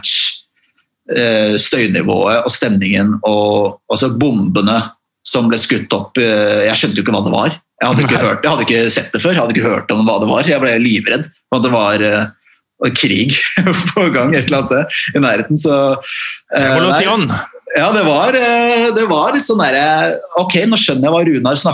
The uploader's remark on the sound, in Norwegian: tar seg en Zoom-prat